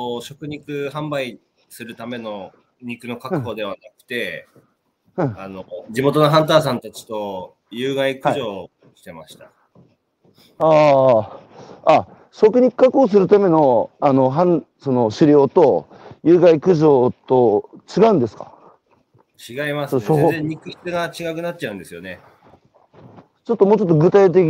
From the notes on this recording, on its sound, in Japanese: 岩手県大槌町。歩きながら1時間、対談する。